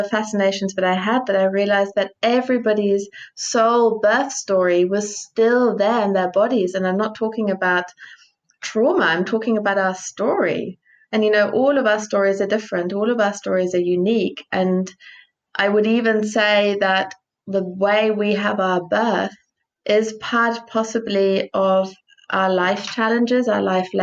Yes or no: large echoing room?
no